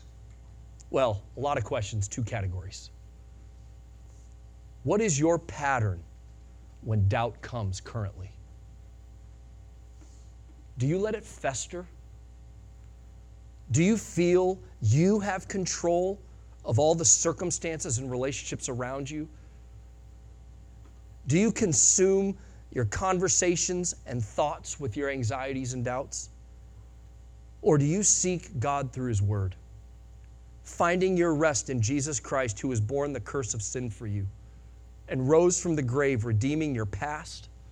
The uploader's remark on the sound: Sunday Morning Sermon Audio